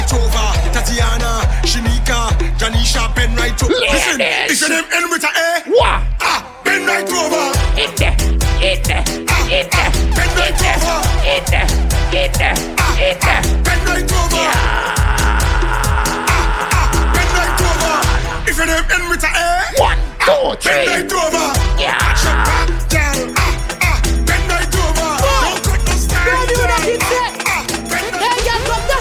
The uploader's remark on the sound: Live Audio recording from Island Saturdays on Oct 14th.